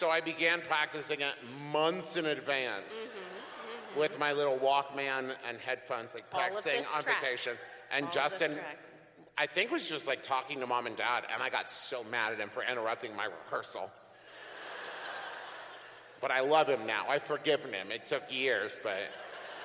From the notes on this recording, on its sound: This week's episode was recorded LIVE in Salt Lake City.